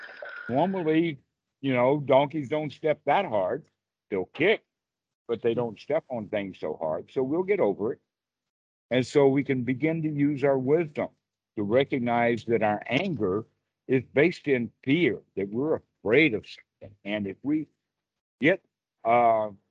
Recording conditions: video call